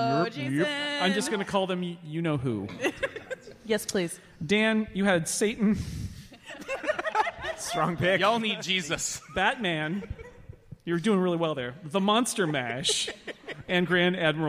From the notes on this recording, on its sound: Live from the Now Hear This podcast festival in Anaheim